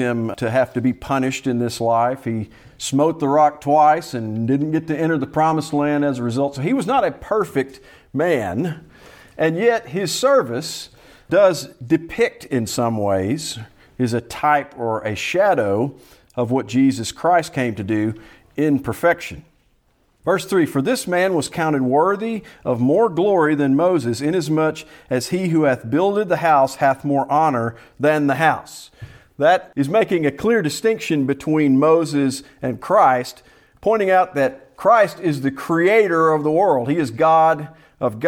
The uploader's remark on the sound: Preached at Salem PBC in Gravesville, AR.